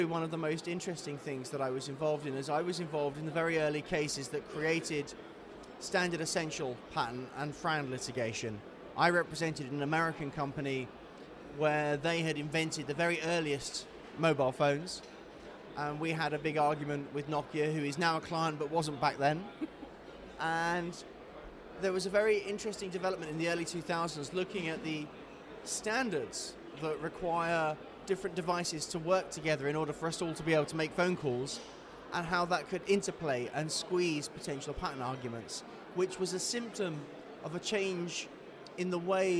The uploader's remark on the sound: we took the podcast on the road to the AIPPI World Congress in Istanbul